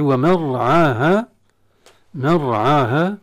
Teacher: الراء ساكنة تفخم لأن بعد فتح، وعاها مدين طبيعيين.